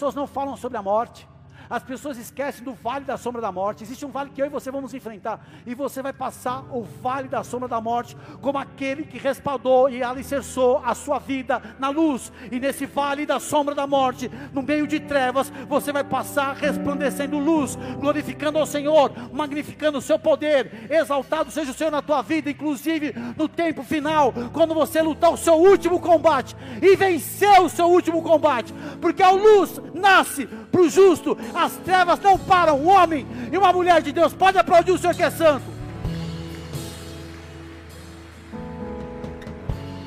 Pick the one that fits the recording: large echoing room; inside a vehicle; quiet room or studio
large echoing room